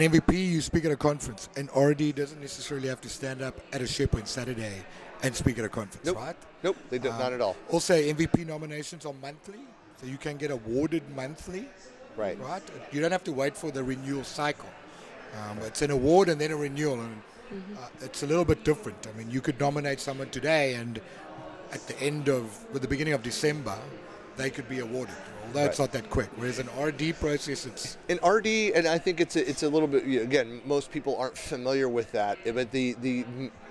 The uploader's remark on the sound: recorded in November 2019 from Microsoft Ignite (#MSIgnite) Podcast Center